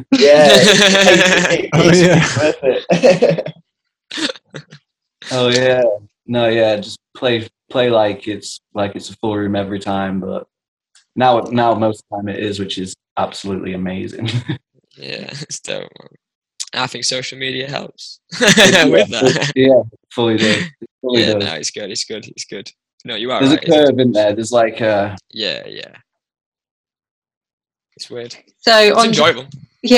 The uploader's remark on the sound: Recorded on Zoom.